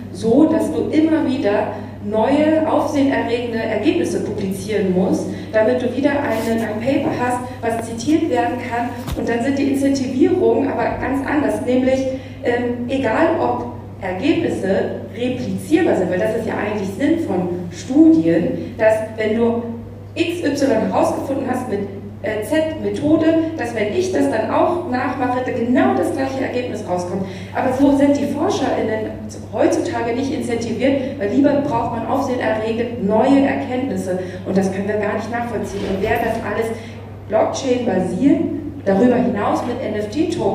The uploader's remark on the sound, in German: Panel zu "NFTs, mehr als Kunst" während SOLUTIONS Hamburg. Ein weiterer Mitschnitt von der SOLUTIONS in Hamburg.